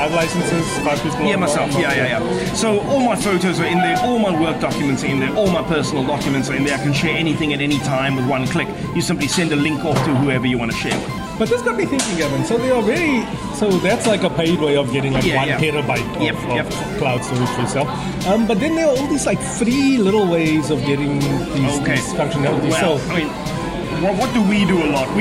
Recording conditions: busy venue